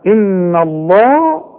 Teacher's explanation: لفظ الجلالة اللام ايه مفخمة